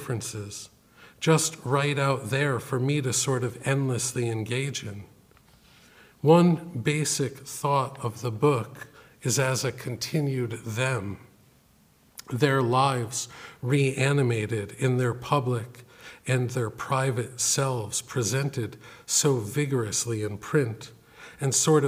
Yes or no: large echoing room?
yes